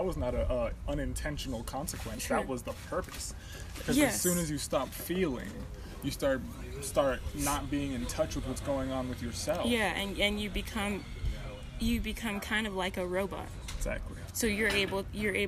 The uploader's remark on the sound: A raw exploration into a live outdoor conversation at a local coffee shop.